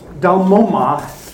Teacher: there's a deep glottal stop in there that's kind of an explosion in the larynx, but we Americans aren't really used to that.